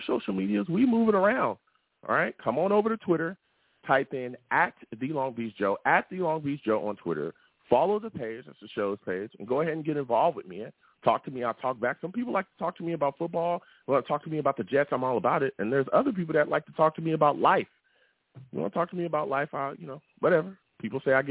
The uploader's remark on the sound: I take live callers!